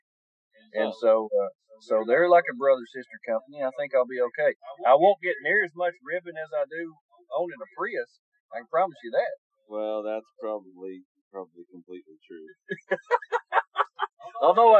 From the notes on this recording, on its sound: All Over Overland LIVE radio Show. The quality of sound is not great as we were dealing with bad weather and worse connections.